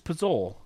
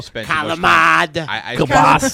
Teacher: When you're from Utica and you're Italian, you can't pronounce the whole word properly. You got to drop the vowels at the end.